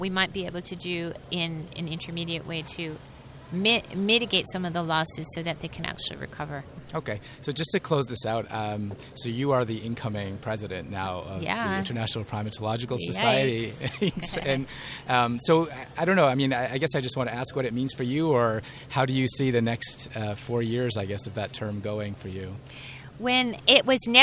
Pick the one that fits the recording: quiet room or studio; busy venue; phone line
busy venue